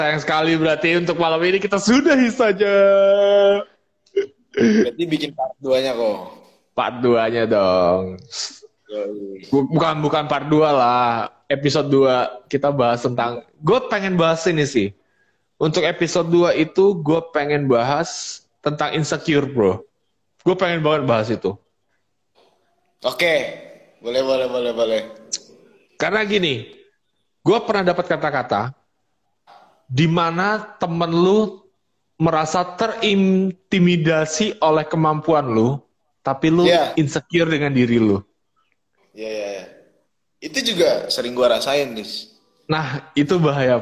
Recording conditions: video call